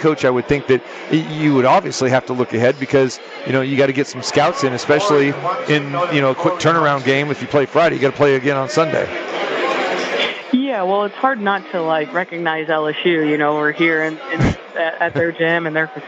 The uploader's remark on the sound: Live from the Superbook at The Westgate Las Vegas